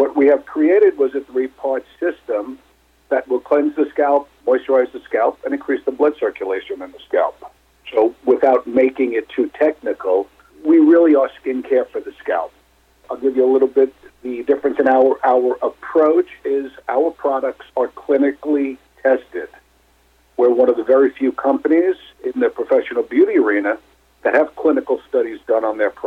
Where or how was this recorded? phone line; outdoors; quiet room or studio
phone line